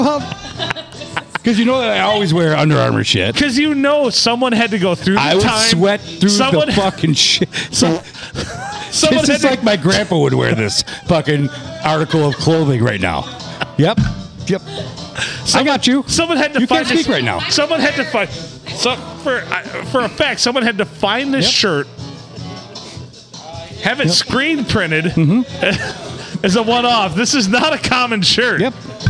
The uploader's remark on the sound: Recorded at the big old round table at the Blue Water Inn and Sports bar on a Monday!